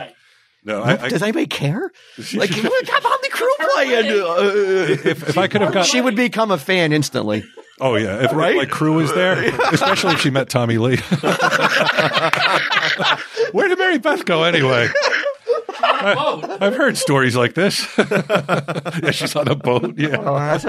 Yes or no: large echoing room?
no